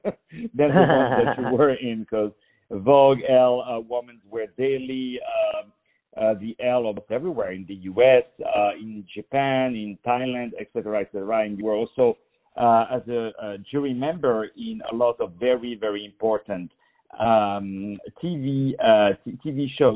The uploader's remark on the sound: On the phone